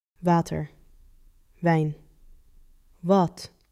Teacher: W is the one you can actually hear as different. Soft, less friction than V.